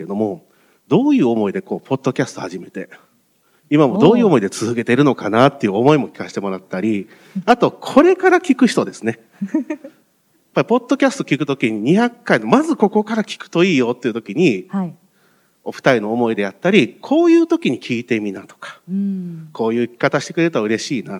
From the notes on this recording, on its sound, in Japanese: せっかくポッドキャストの公開収録なので。